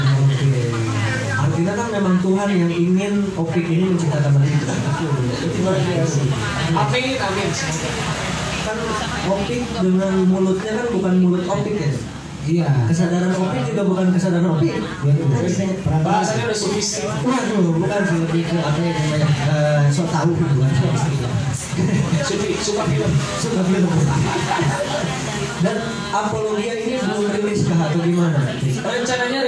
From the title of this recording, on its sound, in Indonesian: Live - Bandung, 11 Maret 2022